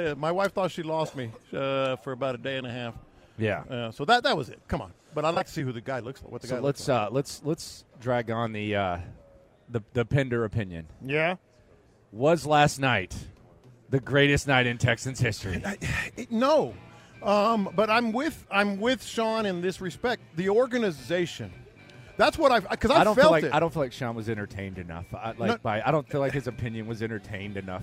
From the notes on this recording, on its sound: Last Day In Las Vegas. Live from Radio Row.